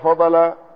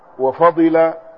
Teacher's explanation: يقال فضل وفضل بكسر الضاد وفتحها، فضل وفضل لغتان مشهورتان، يعني فضلت فضلة أو فضلت فضلة.